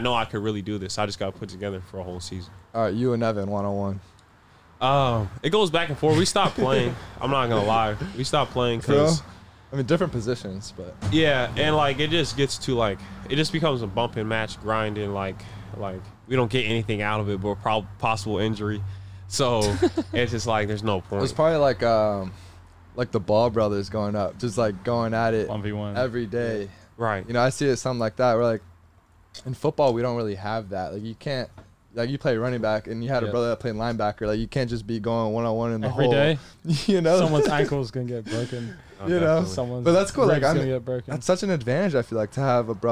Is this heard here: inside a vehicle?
yes